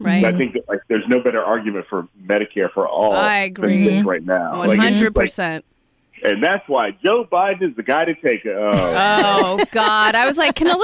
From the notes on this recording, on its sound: He was gracious enough to hop on the phone with us during the beginning of the Coronavirus lock down while he is quarantined with his family and helping to home school his daughters.